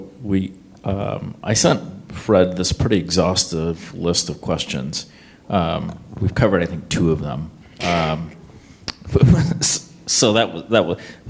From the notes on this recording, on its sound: Startup Grind Columbus. This is the audio recording from the live event on 12/18/2017.